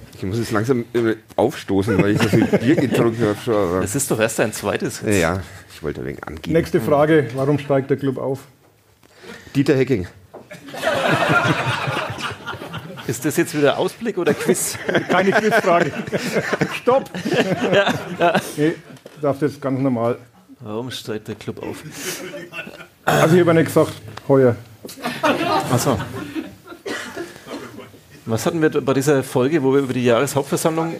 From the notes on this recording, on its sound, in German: Live in Pegnitz. Damit waren eigentlich schon alle Voraussetzungen für eine Live-Ausgabe von Ka Depp erfüllt.